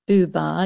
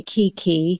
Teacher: when you say buba, your mouth is making more rounded shapes, whereas when you say kiki, the mouth is not making round shapes